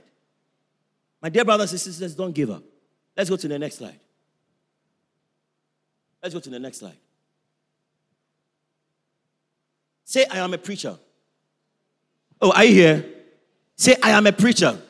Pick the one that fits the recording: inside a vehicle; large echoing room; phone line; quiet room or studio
large echoing room